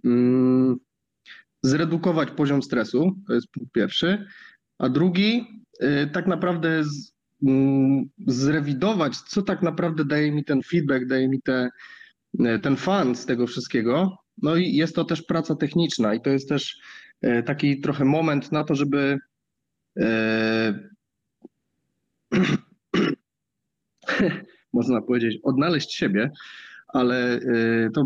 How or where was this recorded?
video call